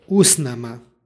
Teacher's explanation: suglasnička grupa stn sažima se i u obliku usnama izgovaramo bez izgovornog t